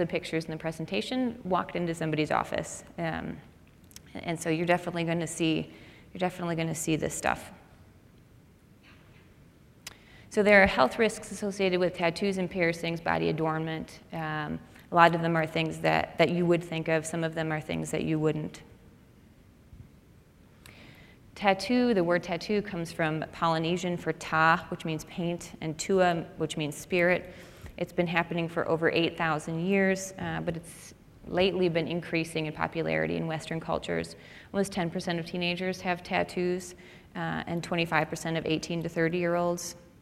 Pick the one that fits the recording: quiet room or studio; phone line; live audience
live audience